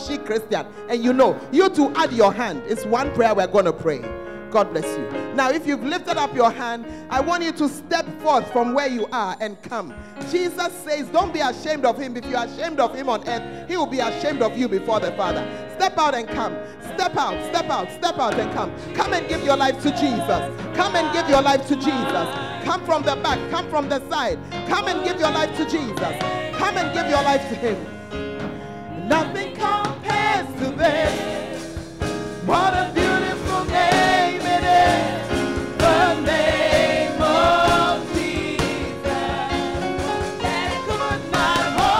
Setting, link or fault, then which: setting, large echoing room